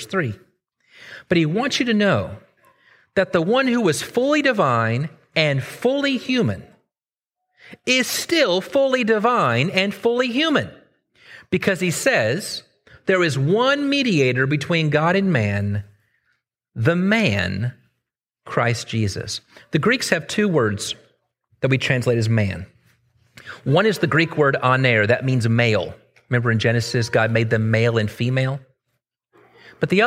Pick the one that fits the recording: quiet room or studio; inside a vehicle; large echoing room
large echoing room